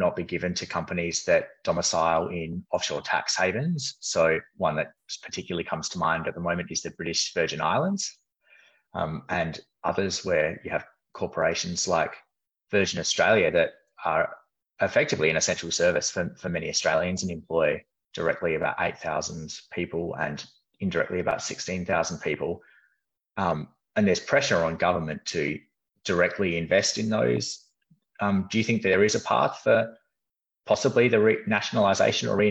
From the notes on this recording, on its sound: Conversation recorded via Zoom